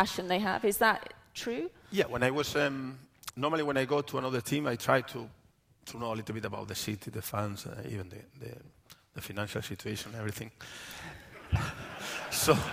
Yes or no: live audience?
yes